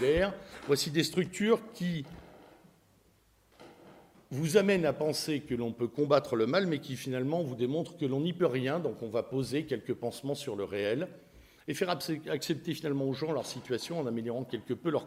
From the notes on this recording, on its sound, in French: Cette conférence a eu lieu dans le cadre de l'université d'été catholique Academia Christiana lors du colloque "l'identité contre la nouvelle tour de Babel" en aout 2016 à Sées dans l'Orne (61) en Normandie.